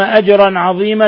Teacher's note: تنوين فتح جاء بعده العين إظهار حلقي